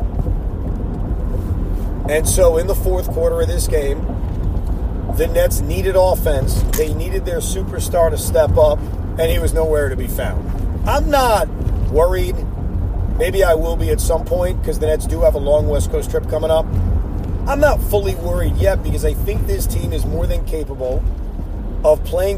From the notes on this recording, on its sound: While driving home from Barclays Center.